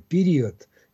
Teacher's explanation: Здесь звучит все-таки гласный, почти утративший свою огубленность.